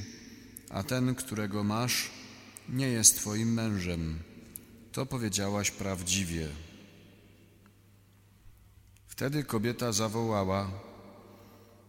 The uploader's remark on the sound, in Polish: Nagrania z rekolekcji i spotkań odbywających się w DA Resurrexit w Opolu